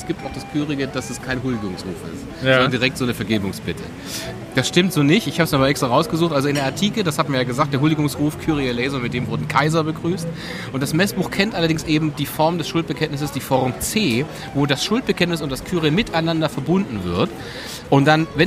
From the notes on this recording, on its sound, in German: in einem Biergarten (Wir haben versucht, das Maximum an Ton rauszuholen, was ging - sorry, not sorry!